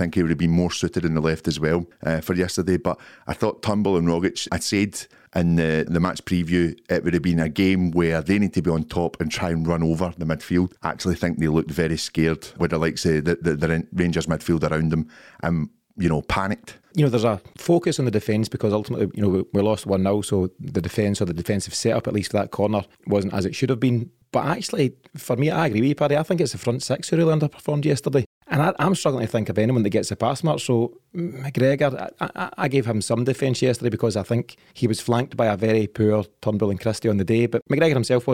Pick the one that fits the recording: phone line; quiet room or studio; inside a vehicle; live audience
quiet room or studio